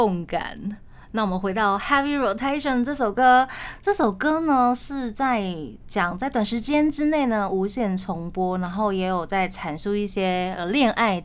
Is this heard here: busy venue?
no